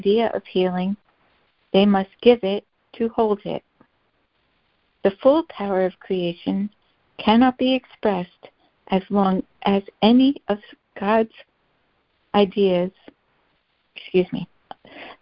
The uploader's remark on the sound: ACIM Daily Conference Call